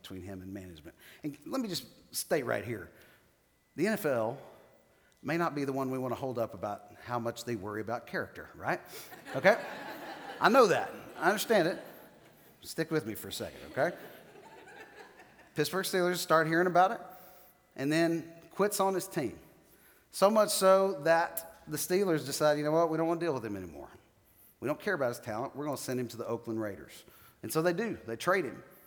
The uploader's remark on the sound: 7th message of the "Philippians" sermon series at The Fellowship. Recorded live on September 15, 2019.